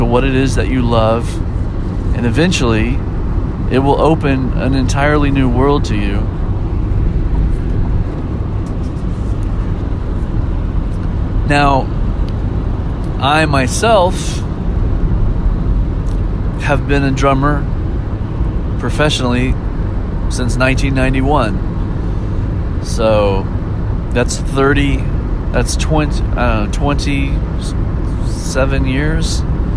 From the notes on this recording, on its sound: Maybe it’s that I was driving home from a gig late at night and needed something to keep me awake.